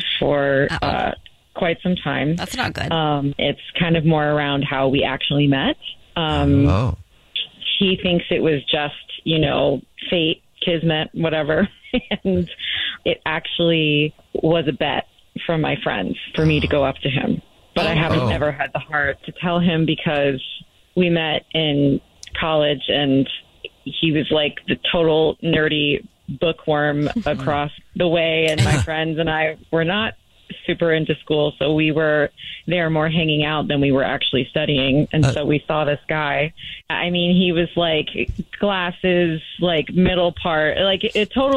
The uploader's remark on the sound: The woman on the phone.